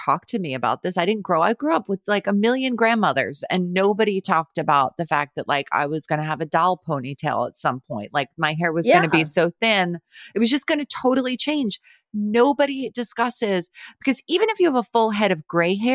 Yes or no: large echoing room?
no